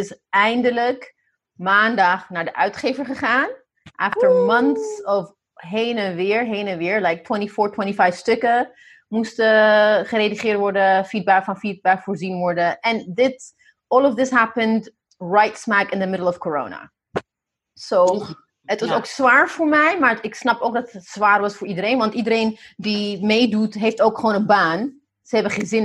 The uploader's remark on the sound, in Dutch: Niet in de studio maar alledrie via Zoom (what else, eh?) vanuit huis in Maarssen, Amsterdam en New York.